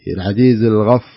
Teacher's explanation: كلمة الغفار إلى العزيز الغفار بعدين أفخم مرة ما أقول الغفار ما أفخم الألف لأن بعض الناس يفخمها يقول إنها تأثر برا لا ما تأثر هتخلي الألف كما هي